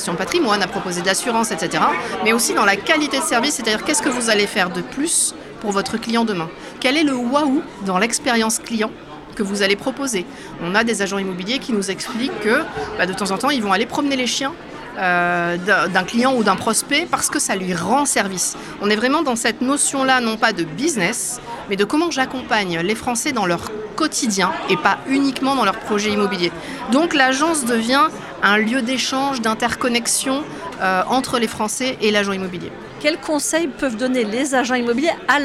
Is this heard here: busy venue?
yes